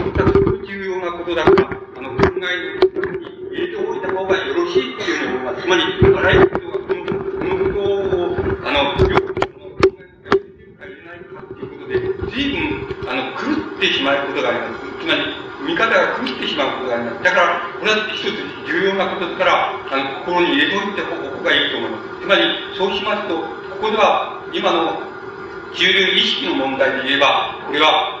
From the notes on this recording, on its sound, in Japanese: 主催：群馬県庁労働組合 場所：群馬会館ホール。録音者の手元のノイズが 入っており 音質はあまりよくない。